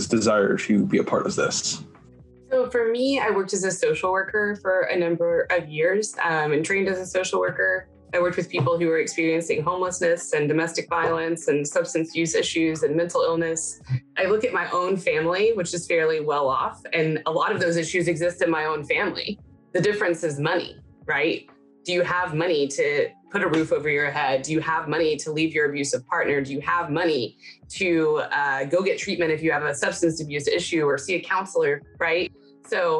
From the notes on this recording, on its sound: We “sat down” over Zoom